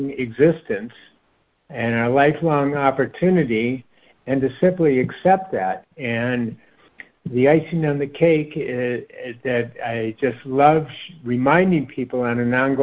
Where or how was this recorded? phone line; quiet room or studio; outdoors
phone line